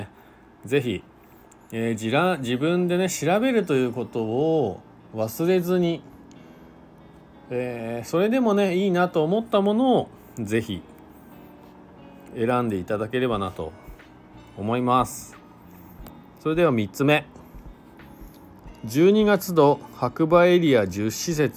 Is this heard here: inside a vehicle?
yes